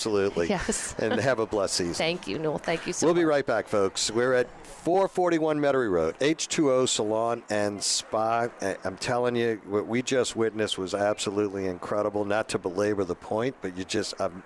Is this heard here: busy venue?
yes